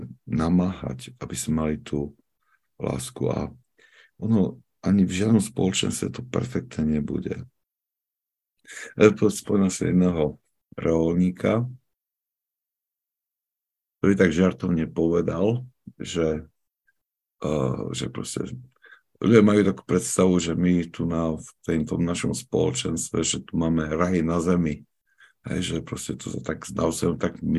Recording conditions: video call